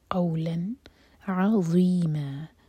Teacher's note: نون کی آواز کو کلیئر پڑھیں گے اظہار کریں گے